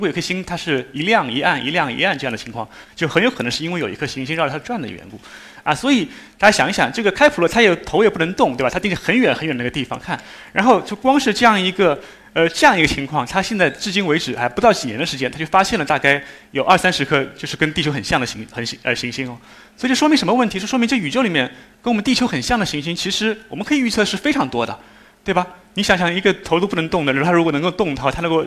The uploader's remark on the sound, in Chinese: 一席现场